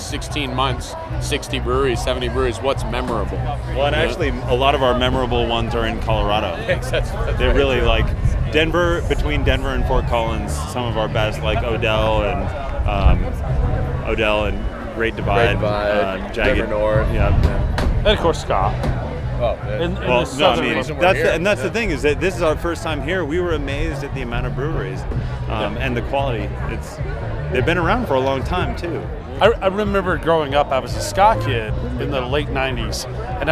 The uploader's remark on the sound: at Ska Brewing 20th Anniversary